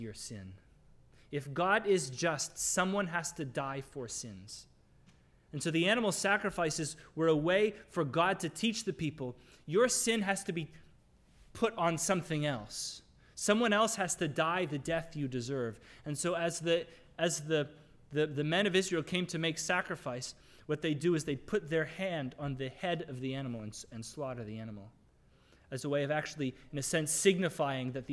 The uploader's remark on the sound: Sermon audio from the LBC worship service on Sunday, April 10, 2022.